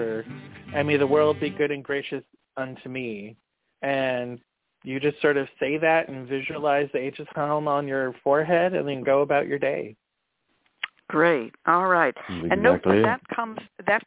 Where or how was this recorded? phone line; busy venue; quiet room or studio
phone line